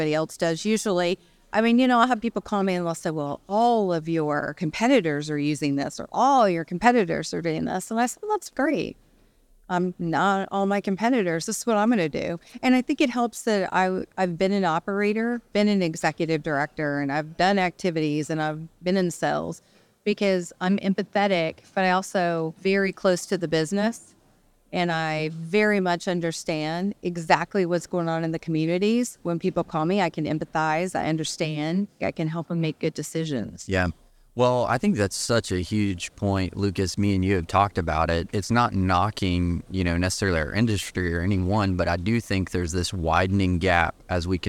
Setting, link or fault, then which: setting, busy venue